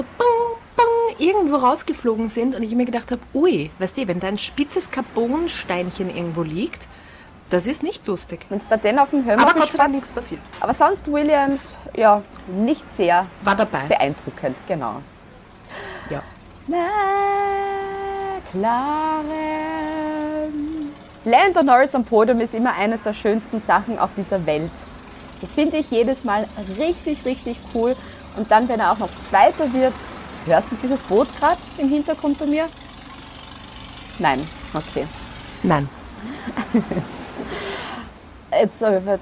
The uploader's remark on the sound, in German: Hintergrundgeräusche gibts oben drauf